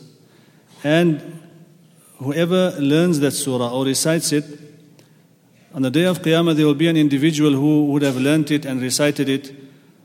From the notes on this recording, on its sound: at the Houghton Masjid (West Street)